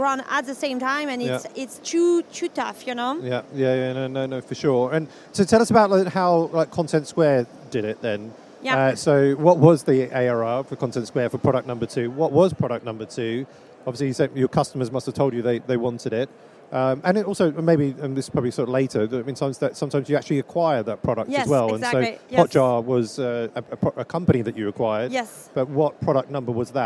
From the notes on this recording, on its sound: joined live from the #SaaStock2023 Podcast Stage